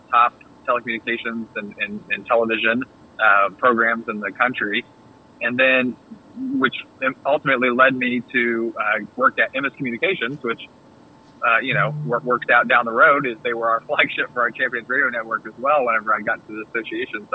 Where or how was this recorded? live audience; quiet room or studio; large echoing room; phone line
phone line